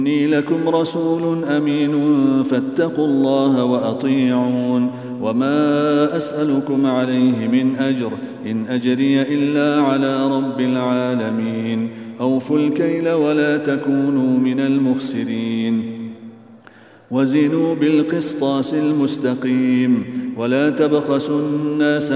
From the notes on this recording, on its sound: at the Houghton Masjid (West Street)